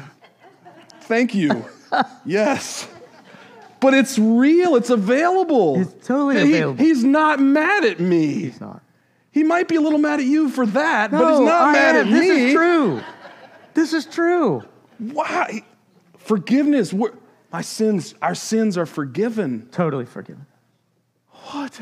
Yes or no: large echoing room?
yes